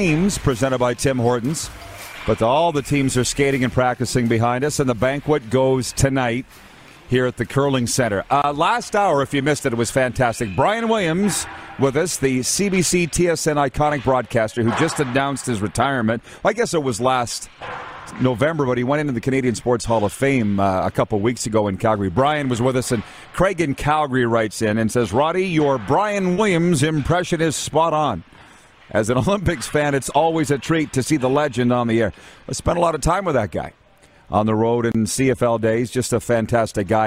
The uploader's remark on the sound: We are LIVE from the city of Estevan, Saskatchewan for the 2022 CJHL Centennial Cup Junior Hockey Championship. Including some LEGENDS joining us on video chat!